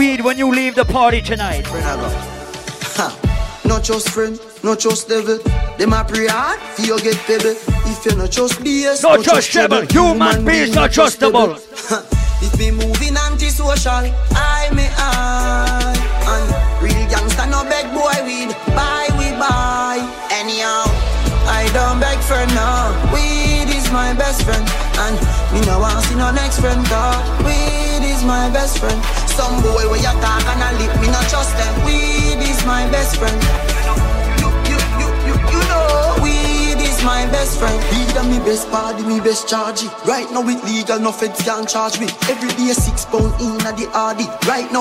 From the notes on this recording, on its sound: Live audio! Live at Island Saturdays on Sept 9th.